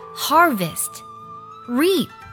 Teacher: 这两个单词最后的一个辅音，我们要轻轻地读出来，就不完全爆破